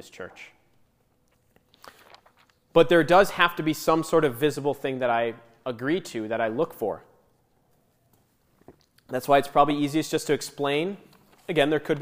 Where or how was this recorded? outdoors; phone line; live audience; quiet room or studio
live audience